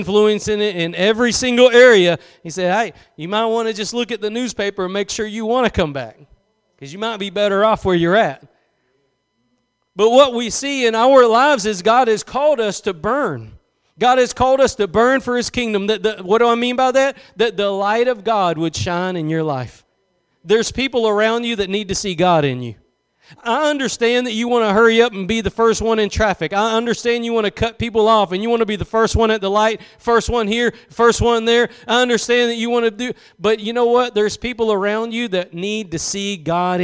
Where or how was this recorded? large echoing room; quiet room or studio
large echoing room